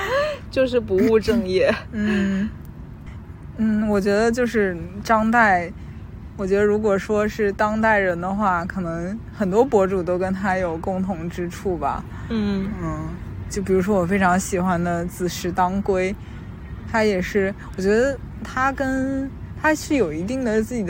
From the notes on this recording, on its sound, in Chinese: 这是一期接地气的播客（字面意思），我们来到郊野公园席地而坐录制这期博客。在露营帐篷的包围圈里聊露营。